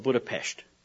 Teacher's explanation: In Hungary, in the Hungarian language, the S sounds like an SH. · Term: sh sound